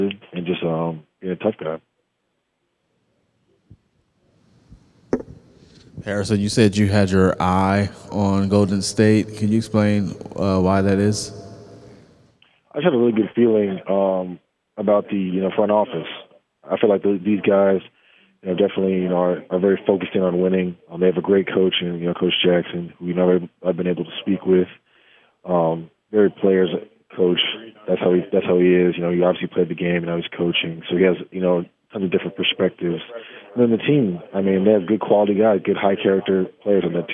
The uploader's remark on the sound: Post Draft Conference Call